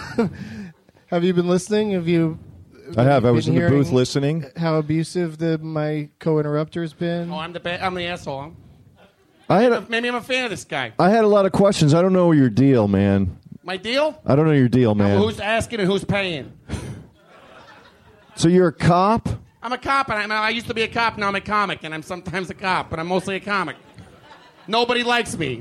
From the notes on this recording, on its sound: Live at the Del Close Marathon. Taped at the UCB Theatre in New York City as part of the 14th annual Del Close Marathon.